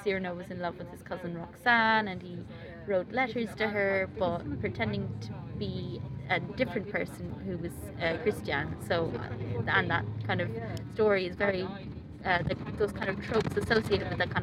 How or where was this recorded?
inside a vehicle